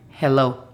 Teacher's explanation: cuando es puesta en palabras, se pronuncia como la J en español, solo que más ligera